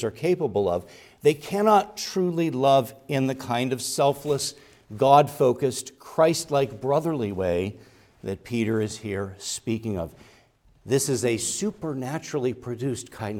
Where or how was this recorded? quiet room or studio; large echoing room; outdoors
large echoing room